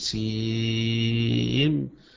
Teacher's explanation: السين تمد مدا طويلا تمد مدا طويلا بقدر 6 حركات تقول سين، والميم كذلك تمد مدا طويلا يبقى هنا هتقرأ طاسين